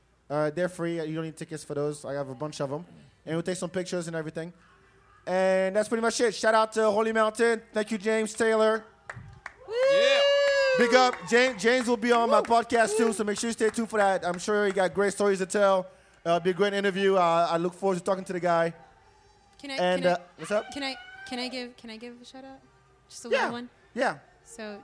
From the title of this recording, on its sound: Live At Holy Mountain